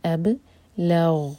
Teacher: الف لائٹ، با پر قلقلہ